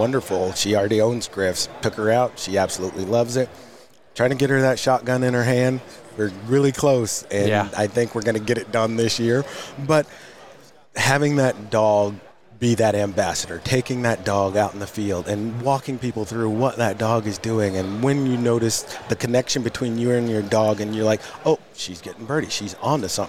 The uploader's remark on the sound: joins us from the floor of Pheasant Fest